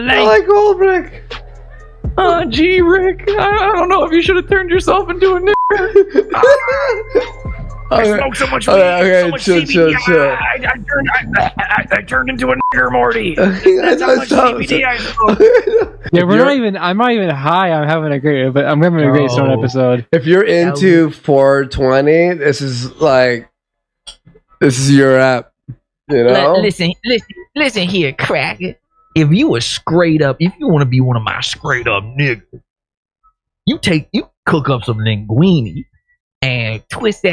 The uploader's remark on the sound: my phone call with the CEO of CBDX